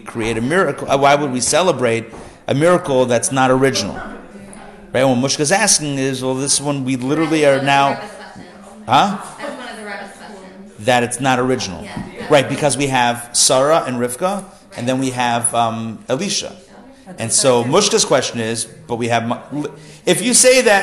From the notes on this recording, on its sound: Recorded live at The Torah Center ATL